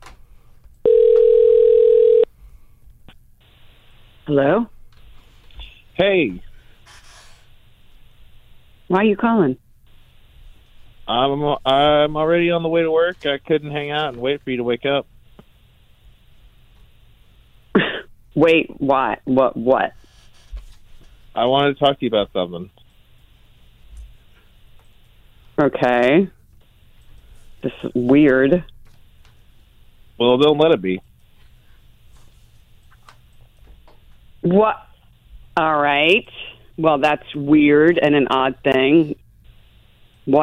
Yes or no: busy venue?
no